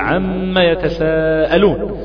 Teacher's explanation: هي لا تنطق الا موصولة، عم يتساءلون بتشديد في الحرف الثاني